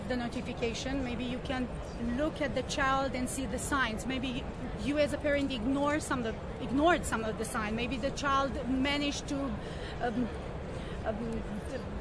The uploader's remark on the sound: walking the floor at CES in Las Vegas